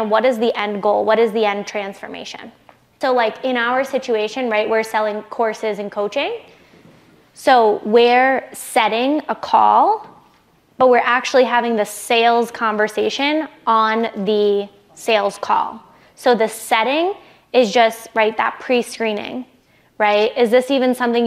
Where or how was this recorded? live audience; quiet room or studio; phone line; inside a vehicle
live audience